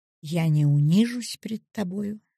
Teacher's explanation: Ударный слог на главном слове и ударное главное слово в реплике идет вверх, зависает в воздухе. · Term: Развитие смысла